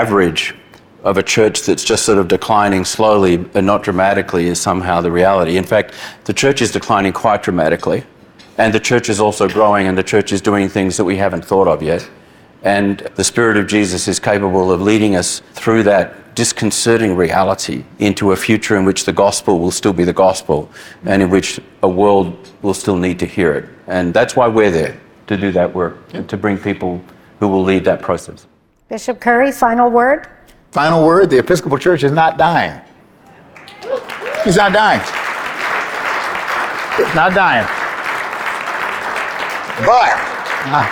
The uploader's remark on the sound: This live conversation. Was recorded at the Yale Club in New York City inMay 2023.